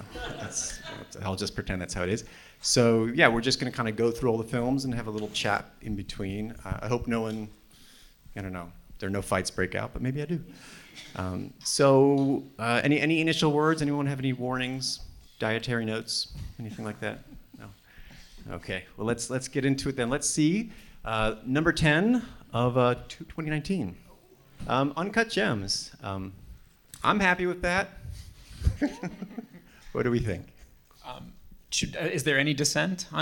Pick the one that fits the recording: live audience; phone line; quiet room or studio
live audience